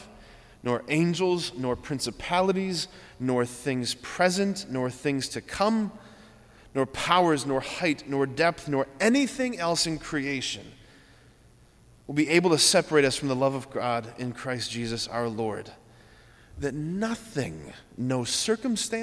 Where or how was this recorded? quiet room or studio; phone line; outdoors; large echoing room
large echoing room